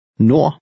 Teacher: The final D is silent.